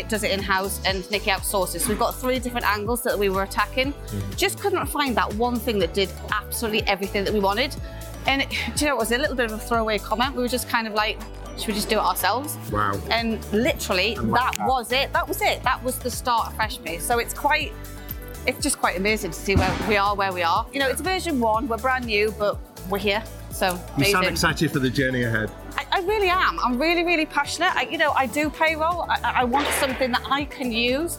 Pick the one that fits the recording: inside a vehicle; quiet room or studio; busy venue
busy venue